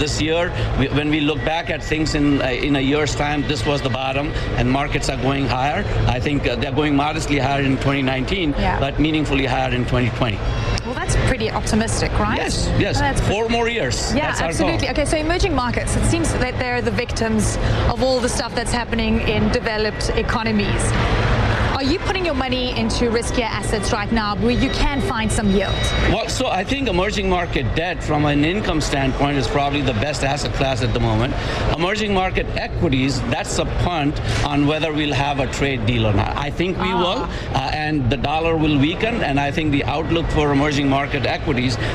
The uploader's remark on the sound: live from outside the Houses of Parliament